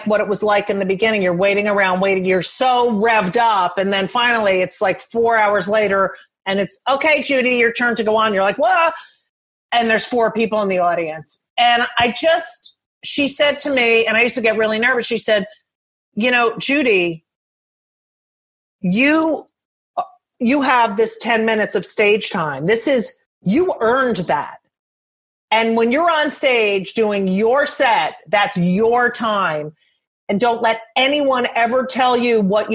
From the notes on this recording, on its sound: Willing to talk to me during quarantine over Zoom.